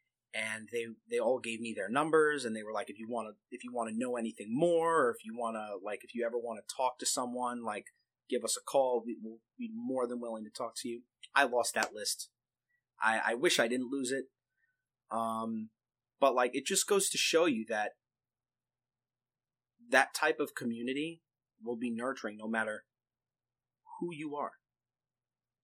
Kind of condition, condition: fault, poor sound quality